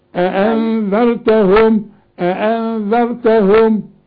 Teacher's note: الذال مرققة، اذا قلت انظى بالظا يبقى مش قرآن